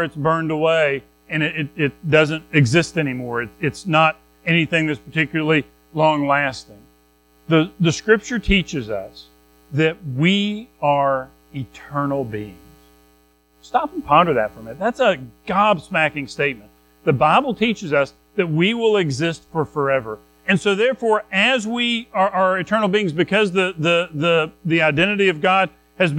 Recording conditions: large echoing room